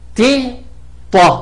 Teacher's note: لو انا فخمت الت تبقى ط